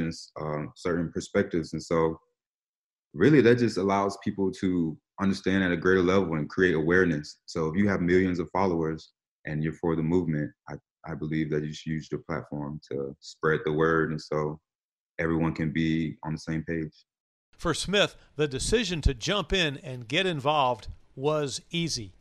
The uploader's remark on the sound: Hold a virtual press conference.